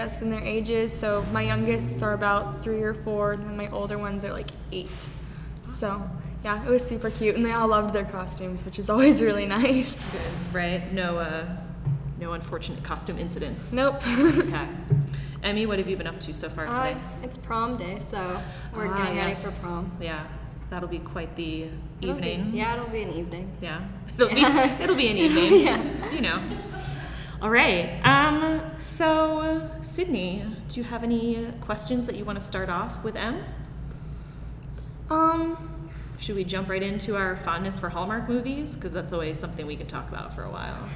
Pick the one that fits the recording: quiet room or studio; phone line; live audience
live audience